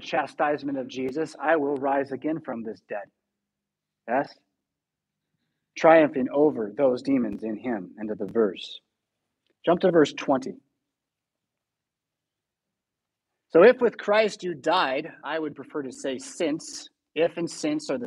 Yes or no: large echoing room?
yes